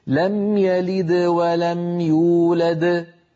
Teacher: فالدال الأولى بعدها حروف فقلقلتها صغرى ولو كانت هي الحرف الأخير في الكلمة، يولد موقوف عليها إذن قلقلتها كبرى